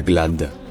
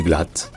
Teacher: en allemand, le D à la fin d'une particule se prononce T · Shown in: second take · donc ce n'est pas glad, c'est glatt.